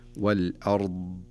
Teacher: فإذا أراد أن يقف على هذا الحرف يبين الاستطالة، يعني إذا أراد أن يوضحها أكثر يقف على حرف الضاد، وهو أفضل طرق التدريب على هذا مثل هذا الحرف أن يقف عليه ويبين الاستطالة